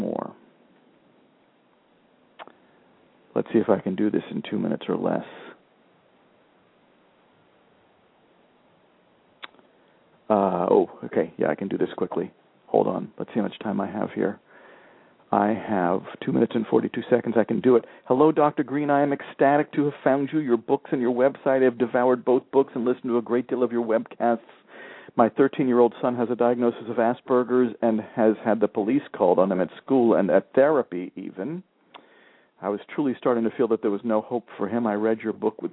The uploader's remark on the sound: Several parents called in with questions.